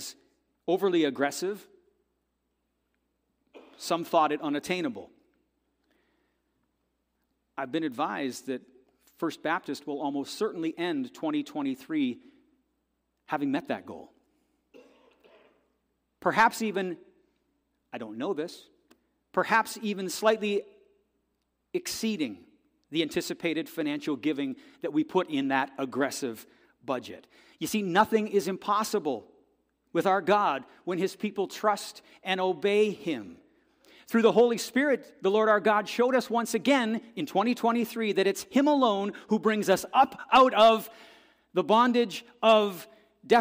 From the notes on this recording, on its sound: This audio is taken from the December 31, 2023 worship service at FBC Charlottetown.